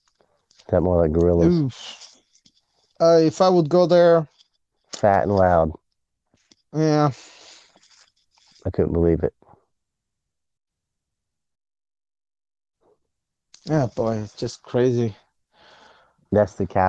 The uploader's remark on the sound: This was an extra show just shooting the shit in a walk and talk.